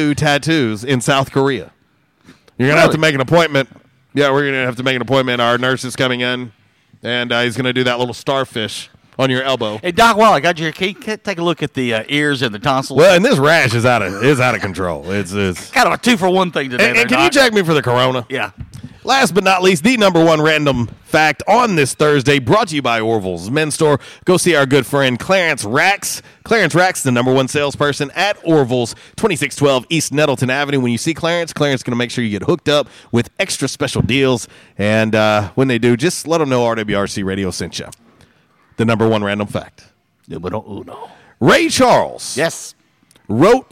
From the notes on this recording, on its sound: LIVE from 1812 Pizza Company on Hilltop!